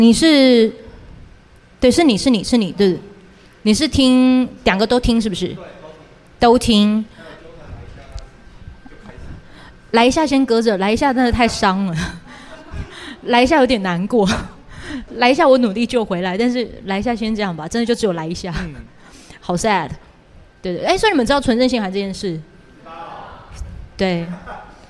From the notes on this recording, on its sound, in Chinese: LIVE 啾團首場Live Show!!很珍惜這一場實體現場錄音的啾團。